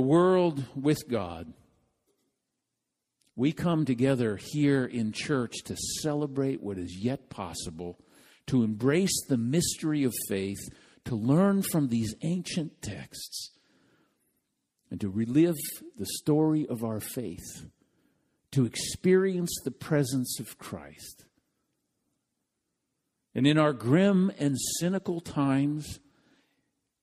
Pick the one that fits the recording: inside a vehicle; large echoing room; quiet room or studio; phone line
large echoing room